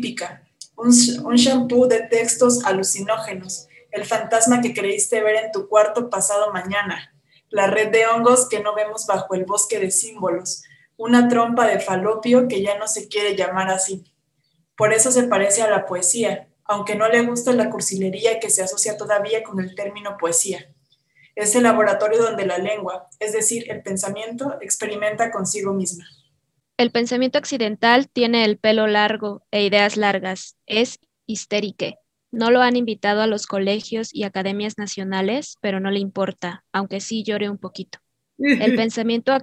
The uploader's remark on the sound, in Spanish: Como parte del tercer ciclo del Laboratorio de Escrituras Vivas, en sesión sincrónica vía Zoom.